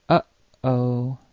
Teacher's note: the little silent pause in the middle of the expression, uh-oh · Term: glottal stop